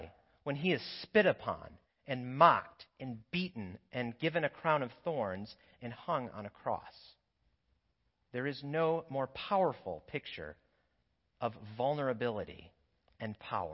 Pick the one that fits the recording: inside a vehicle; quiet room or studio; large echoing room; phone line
large echoing room